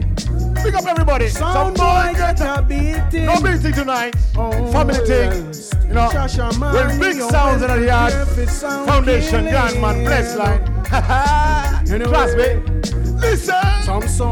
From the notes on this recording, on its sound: This is the Audio of the Dance.